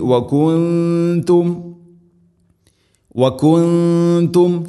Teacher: സാക്കിന നൂന് ശേഷം ത, നൂനിനെ അവ്യക്തമാക്കി മണിക്കണം. · Term: ഇഖ്ഫാ ബിഗുന്ന